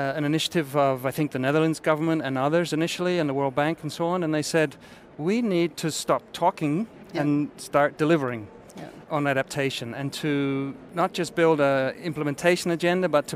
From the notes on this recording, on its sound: This special episode of ClimateReady was taped live at the ongoing UNFCCC COP25 in Madrid, Spain.